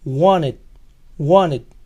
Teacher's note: En la conversación, wanted, también puede oírse sin la T